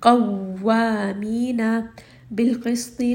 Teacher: qaf and ta are both heavy. Seen is light. Make sure you're not making seen as a sawd and make it heavy.